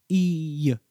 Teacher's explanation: They made a connection between the consonantal Y sound and the subtle Y sound that occurs naturally at the end of the vowel E